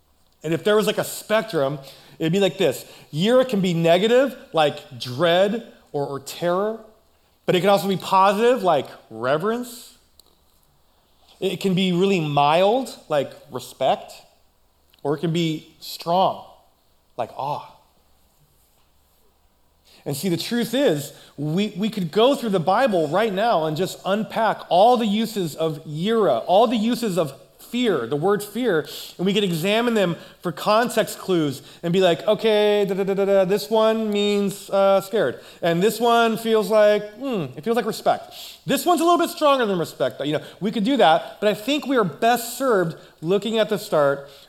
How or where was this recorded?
large echoing room